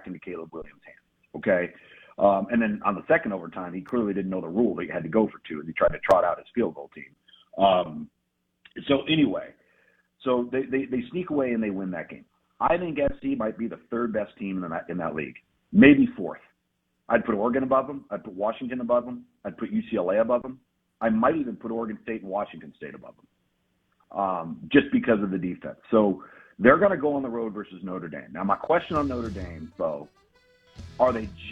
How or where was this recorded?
phone line